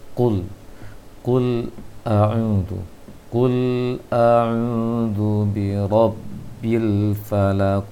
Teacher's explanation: lebih menajamkan lagi ketebalan qaf dhammah di awalnya